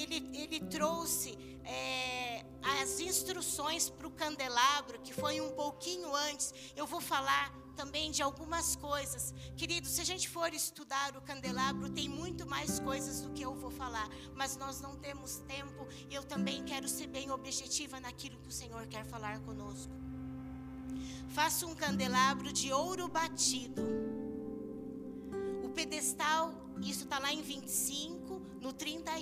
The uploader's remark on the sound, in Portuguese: Áudio do culto de domingo do dia 11/09/2022.